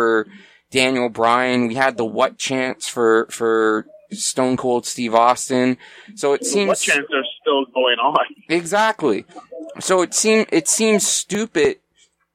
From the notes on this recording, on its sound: impromptu phone podcast